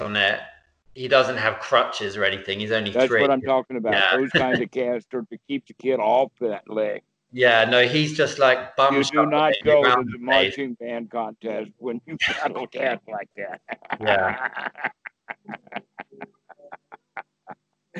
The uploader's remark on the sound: Skype calls.